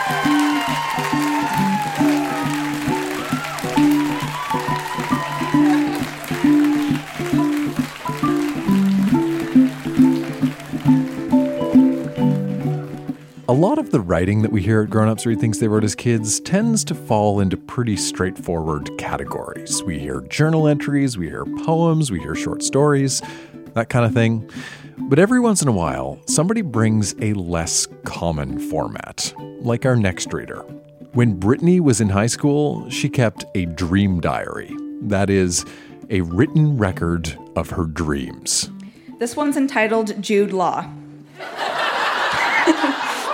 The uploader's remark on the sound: Recorded live at The Guild in Charlottetown, PE.